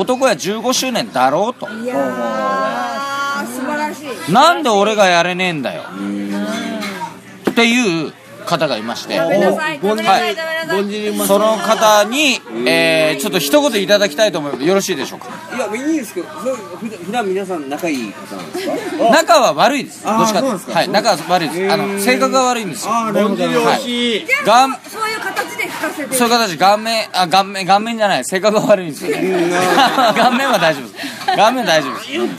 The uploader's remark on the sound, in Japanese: 打ち上げ3件目の店で録音しろ録音しろと しつこくうるさいのでボイスﾚｺｰﾀﾞｰ起動。打ち上げ3件目の店で録音しろ録音しろと しつこくうるさいのでボイスﾚｺｰﾀﾞｰ起動。